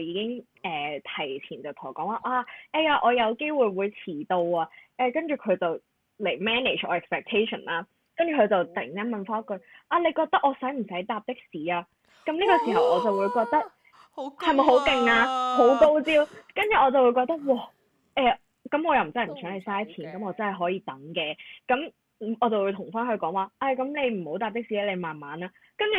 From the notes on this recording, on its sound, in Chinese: 請大家包容一下今集的音質，就當我們是電台接了一個call-in進來吧